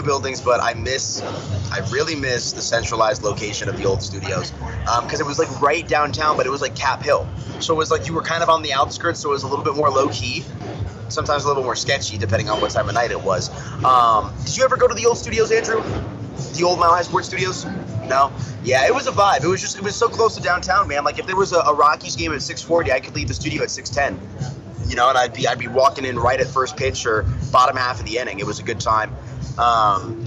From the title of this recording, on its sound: Sights and sounds from the All-Star Game in Denver